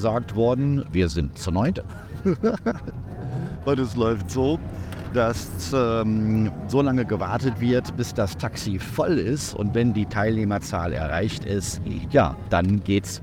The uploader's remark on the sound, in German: Ich beschreibe LIVE während der Fahrt mit allen Umgebungsgeräuschen diese bisweilen abenteuerliche Erfahrung. Steig mit ein auf den kleinen Road-Trip durch Bolivien.